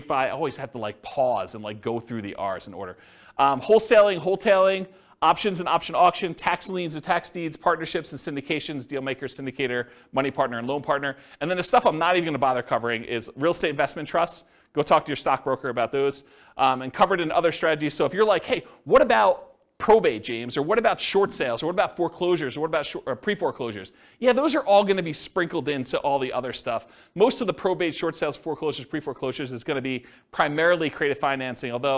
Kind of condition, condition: setting, live audience